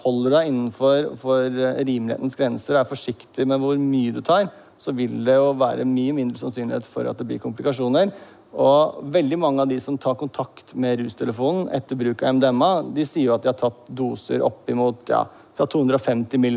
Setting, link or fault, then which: setting, live audience